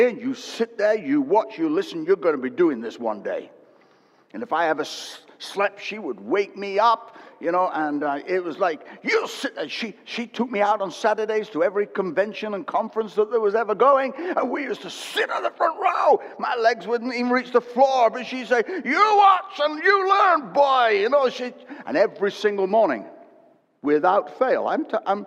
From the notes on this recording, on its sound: Recorded at Destiny Christian Church, UK, WF1 4AF.